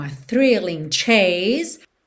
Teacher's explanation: Termina o som no S com uma carinha de Z. O E final não é pronunciado, ok?